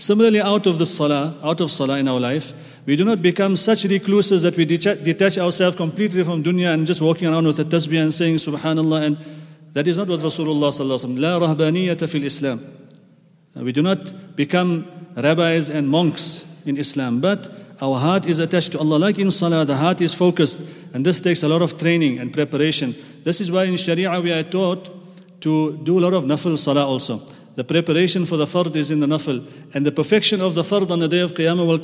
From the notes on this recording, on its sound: at the Houghton Masjid (West Street)